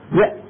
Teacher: تجد بأن المخرج عند النطق بهذه الهمزة الساكنة قد انقفل انقفالا تاما. ثم العلماء هذه الحروف التي إذا نطقناها انحبس الصوت عندها انحباسا تاما حروف الشدة.